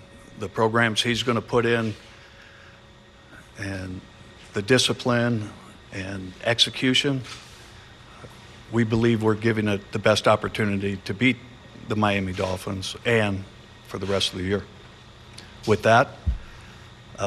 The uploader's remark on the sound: Press conference. Speaks with the media.